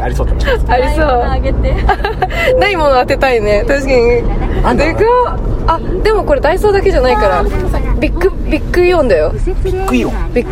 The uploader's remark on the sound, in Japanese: 熱海行きの車の中。熱海でのワンマン『あ〜た〜みvol.1』に向かう車中で録った番外編！！